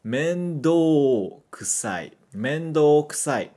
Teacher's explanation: Então, na verdade, é para esticar o do. · Term: prolongamento